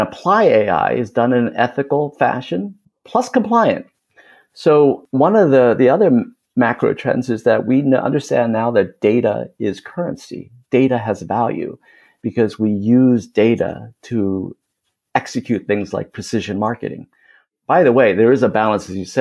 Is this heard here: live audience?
no